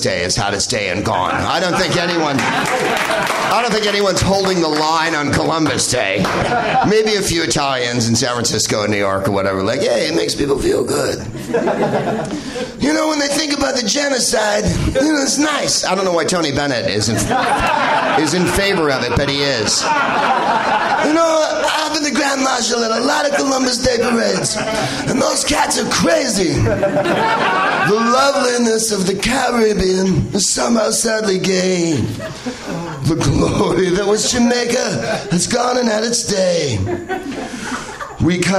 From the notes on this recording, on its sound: Live from the NerdMelt Showroom in LA